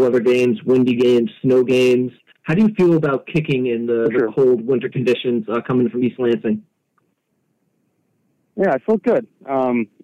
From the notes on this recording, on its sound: During his conference call on Saturday, April 29, 2023. Addresses the media during his conference call.